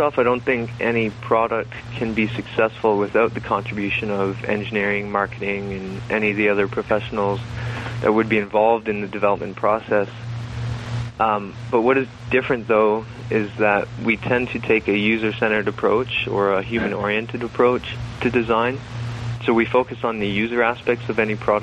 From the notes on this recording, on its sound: By phone from Ottawa Ontario.